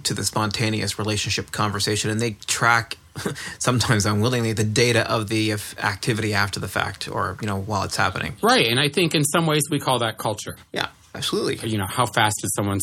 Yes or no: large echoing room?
no